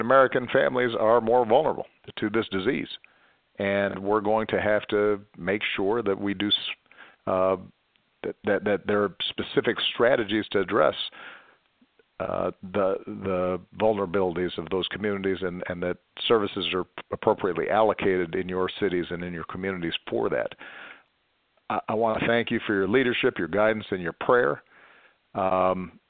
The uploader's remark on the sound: during a conference call on April 9, 2020